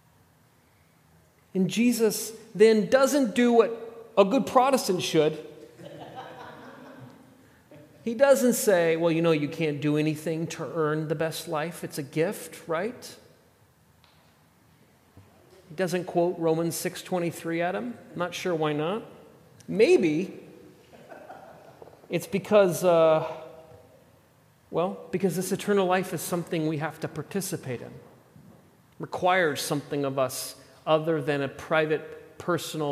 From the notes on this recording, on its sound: at The Table worship gathering on Sunday, July 16th, 2023.